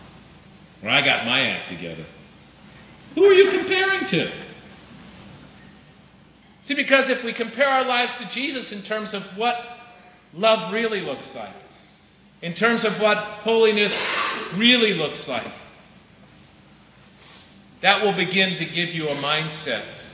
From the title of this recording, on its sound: some audio problems